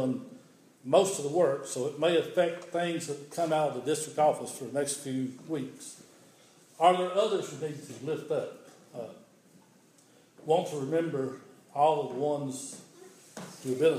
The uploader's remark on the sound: This is an audio recording of the Sunday morning worship service at Persia United Methodist Church in Rogersville, TN